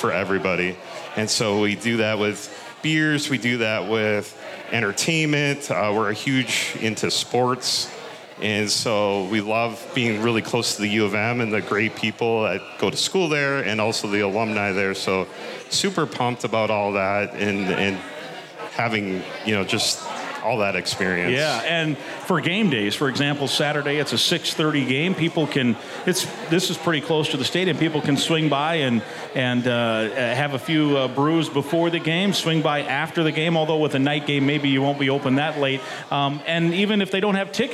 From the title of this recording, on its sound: Live from HeadFlyer Brewery!